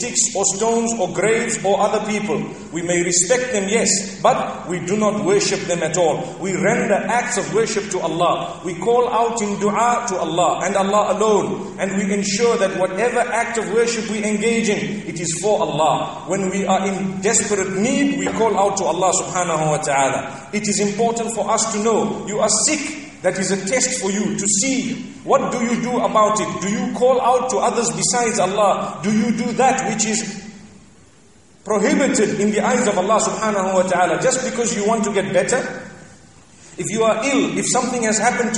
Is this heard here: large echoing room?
yes